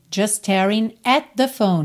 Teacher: olha como T de just some